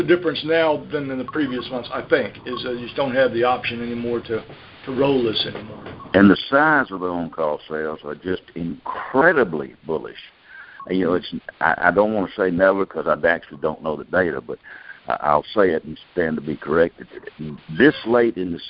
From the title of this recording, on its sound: May 2018 Monthly Conference Call